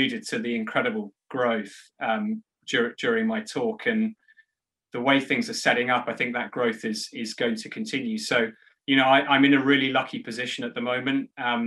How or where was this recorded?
video call